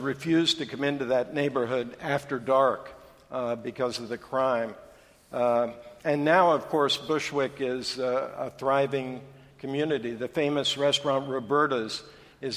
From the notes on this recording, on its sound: This week on The New York Public Library podcast, LIVE from the NYPL.